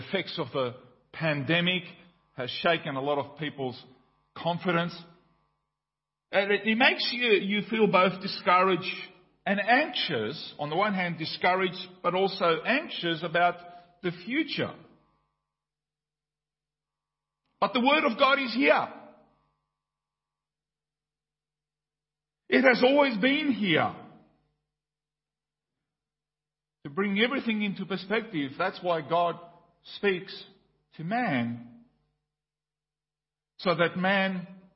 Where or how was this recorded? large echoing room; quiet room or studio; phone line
large echoing room